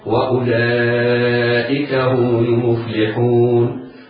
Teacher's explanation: الواو في المفلحون مد عارض للسكون، تمد بمقدار حركتين هكذا: وأولئك هم المفلحون، وبمقدار أربع حركات هكذا: وأولئك هم المفلحون، وبمقدار ست حركات هكذا: وأولئك هم المفلحون.